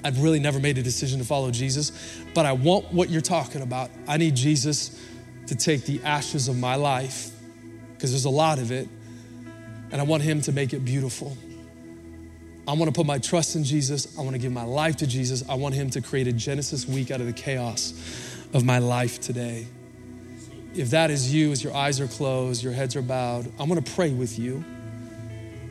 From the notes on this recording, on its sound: Recorded Live at Capital Church in Meridian, Idaho